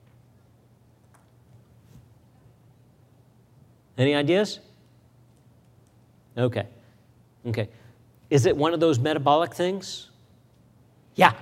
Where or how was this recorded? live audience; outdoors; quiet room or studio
live audience